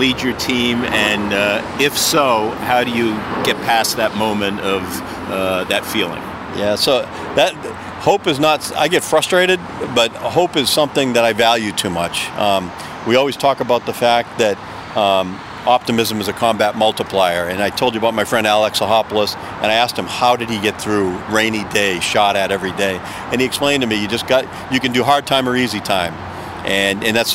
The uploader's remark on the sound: Takin A Walk in Charlestown Massachusetts